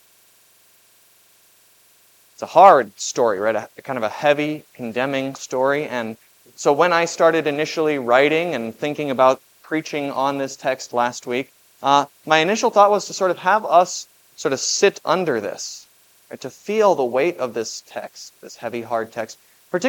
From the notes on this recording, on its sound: This Sunday sermon, based on Matthew 21:33-46, was preached at Grace of God Lutheran on October 8, 2023.